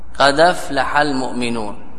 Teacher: إلى الحرف الساكن الذي قبله على الدال، فحركت الدال صارت متحركة، والهمزة سكنت فأسقطت طلبا للخفة · Term: النقل